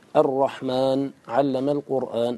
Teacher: وإذا وقفت على الرحمن وقفت بالسكون، سكون النون، فامدد الألف قبلها للمباشر، أي للسكون الذي باشرته عند الوقف. · Term: المد